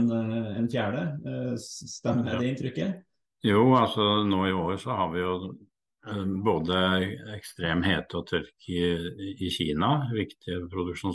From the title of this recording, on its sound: Live Zoom